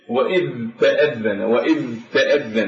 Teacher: يعني حرف الذال يقترب إلى حرف التاء، يعني يقترب إلى الهمس، يقترب إلى الهمس ولكن همس شديد · Term: الإدغام